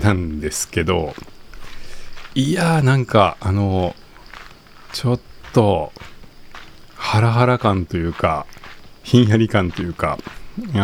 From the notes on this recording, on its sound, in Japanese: 公園や森の収録。015夜の公園はヤンキーよりもセミが怖い。